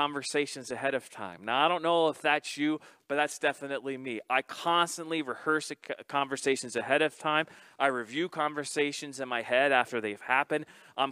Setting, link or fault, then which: setting, large echoing room